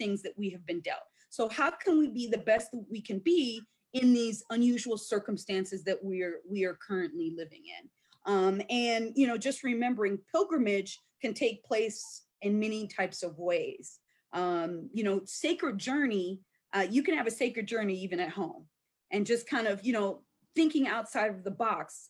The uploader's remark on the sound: a live virtual panel